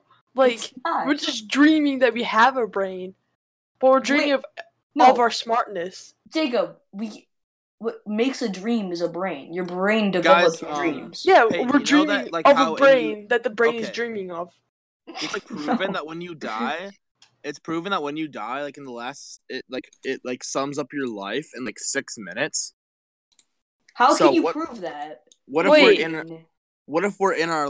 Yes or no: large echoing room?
no